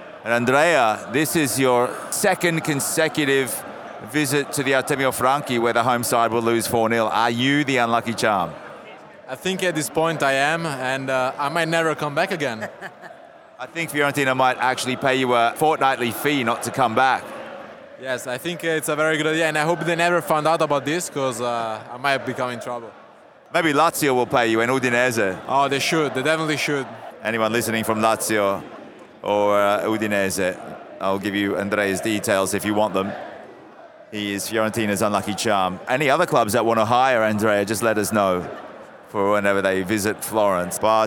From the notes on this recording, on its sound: Live from the Artemio Franchi in Florence. Live from Fiorentina's Stadio Artemio Franchi. The ambience pre-match of the Fiorentina Lazio Serie A match on October 10th, 2022.